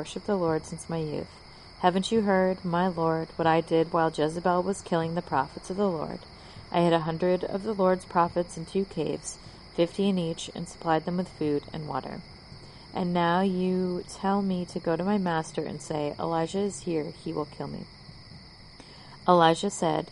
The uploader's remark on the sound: My mom provides a mid-episode laugh track because I recorded outside while she read a book